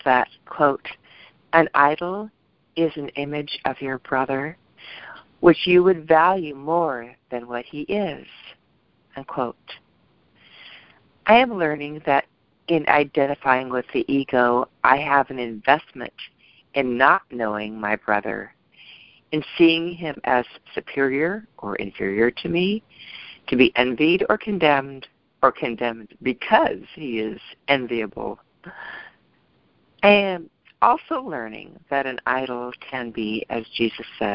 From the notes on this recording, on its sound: ACIM Daily TEXT Conference Call